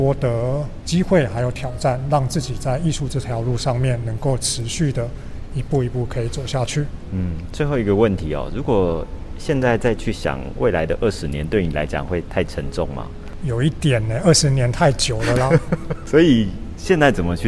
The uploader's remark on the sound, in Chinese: 本次的錄音，是到嘉義市立美術館專訪舉辦展覽的藝術家